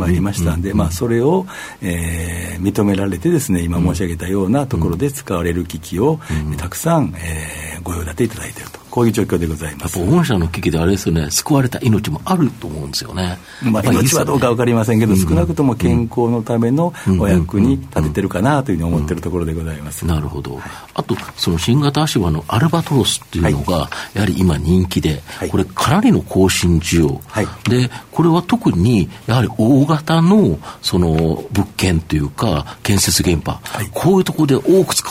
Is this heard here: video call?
no